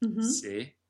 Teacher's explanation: So the first word, se, is a single word meaning if with a closed E.